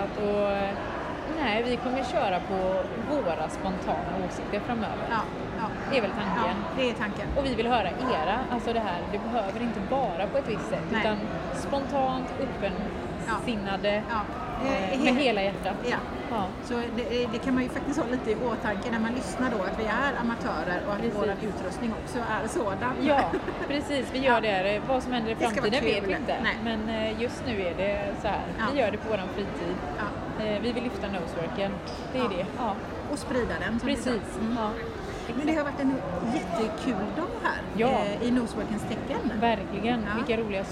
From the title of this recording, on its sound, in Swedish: Direkt från My Dog 2019